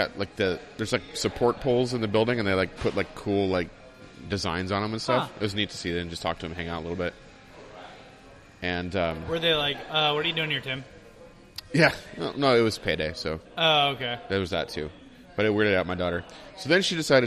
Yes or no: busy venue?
yes